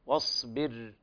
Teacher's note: الصاد فيها استعلاء وإطباق وفيها حرف الصفير، فيها صفة الصفير، واصبر. والراء حكمها الترقيق لأنها ساكنة ومكسور ما قبلها.